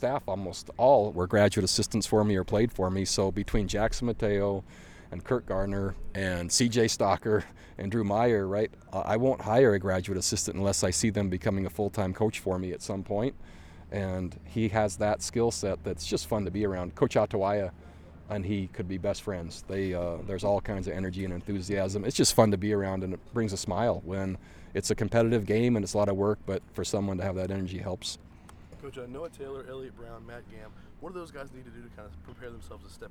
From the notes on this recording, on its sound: we share the audio from the end of the 13th practice of spring ball